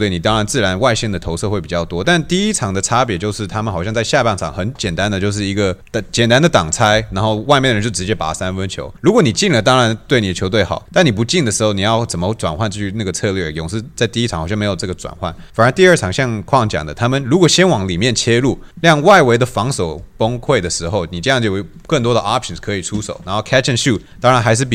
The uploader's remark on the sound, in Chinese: 這集是打完當下立馬在球場錄製的，與另外兩個國內受到歡迎的Podcast節目一起合作，分享我們在現場看到的一些細節。